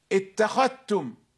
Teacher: هل سمعت الذال؟ لا، لم أسمعها، لأني قرأت بالإدغام، إضغام الذال في التاء.